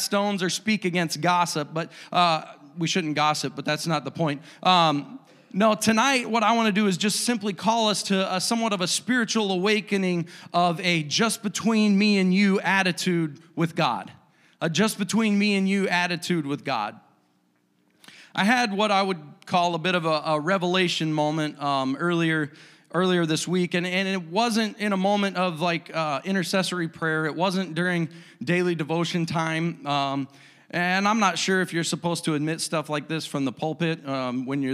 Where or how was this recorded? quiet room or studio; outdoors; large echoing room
large echoing room